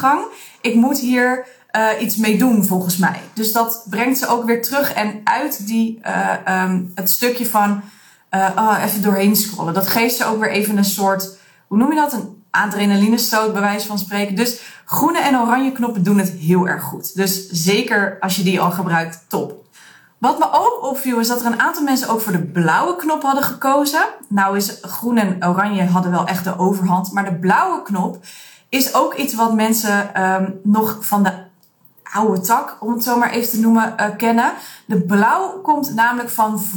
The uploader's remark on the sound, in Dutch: Deze aflevering is ietsjes anders in kwaliteit als je van mij bent gewend omdat ik mijn onderzoeksresultaten in een Instagram Live heb gedaan.